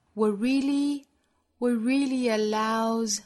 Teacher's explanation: what 尾部的 t 直接略掉